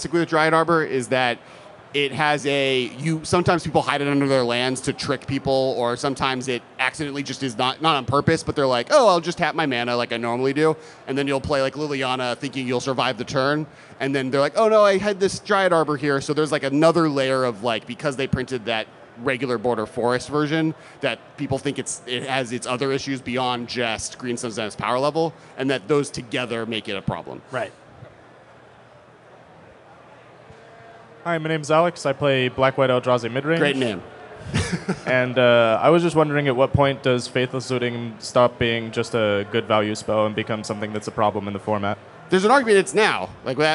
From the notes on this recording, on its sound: LIVE from MF: Seattle! Hosted a live episode at Magicfest in Seattle. A big thanks to Channel Fireball for inviting us to host this show!